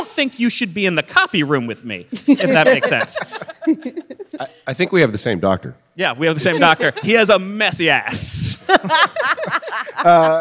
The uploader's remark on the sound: Live at New York Comic-Con 2018